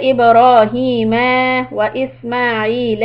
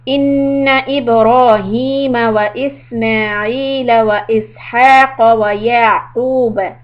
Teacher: Now when you move from one name to the other, don't stretch the fatha in the end. · Shown in: second take